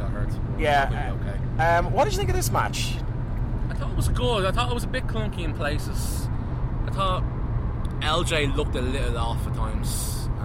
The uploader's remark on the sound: Recorded in a car somewhere in deepest darkest Monaghan.